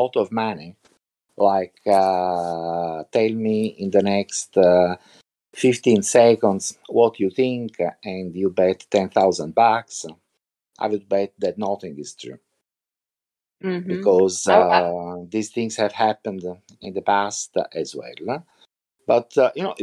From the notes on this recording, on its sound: We recorded this episode from Discord using Craig , a voice channel recording bot for Discord. We recorded this episode from Discord using Craig , a voice channel recording bot for Discord.